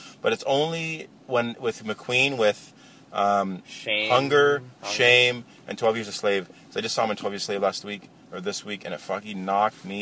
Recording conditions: inside a vehicle